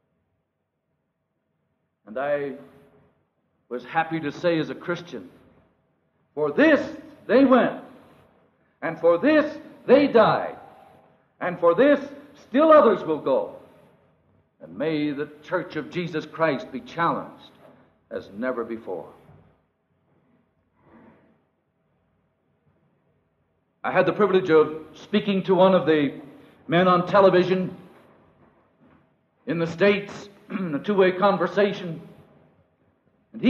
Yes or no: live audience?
yes